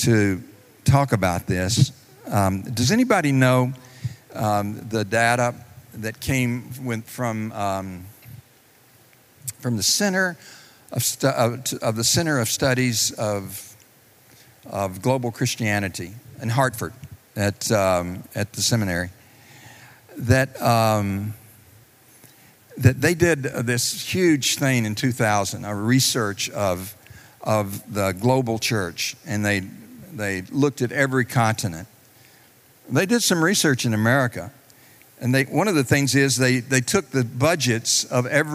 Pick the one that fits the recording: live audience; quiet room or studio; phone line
live audience